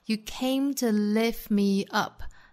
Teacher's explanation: lift 尾部的 t 是可以略掉的